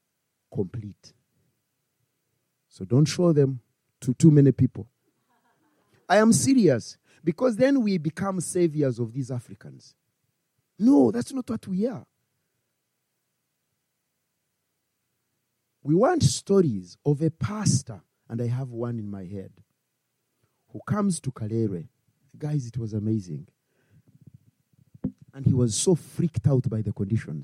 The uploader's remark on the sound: Christ Church Winchester.